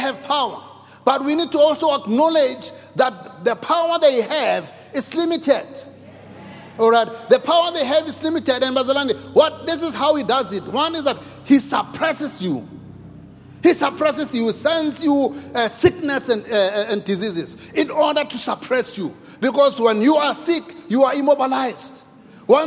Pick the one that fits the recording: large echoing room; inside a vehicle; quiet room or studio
large echoing room